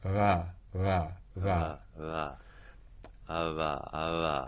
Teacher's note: construct these from the plosive, from the voiced plosive, ba, to the voiced fricative, va, and then just do that more weakly · Term: approximants